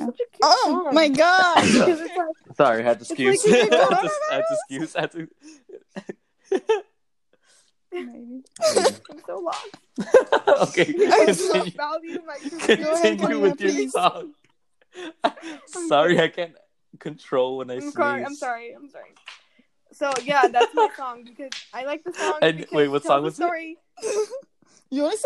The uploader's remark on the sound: It’s a sucky the app I use to “run” this podcast. Heads up the audio is also a mess.